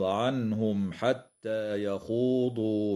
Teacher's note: كما تظهر الميم الساكنة عند الحاء في قوله تعالى عنهم حتى، ويسمى إظهارا شفويا